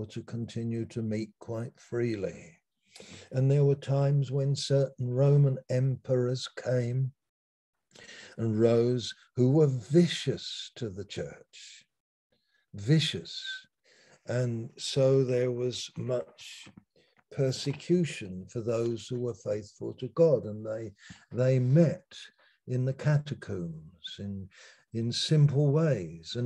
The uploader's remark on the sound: Malaysia Meets (Zoom)